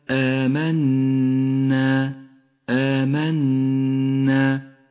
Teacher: النون المشددة تغن أيضا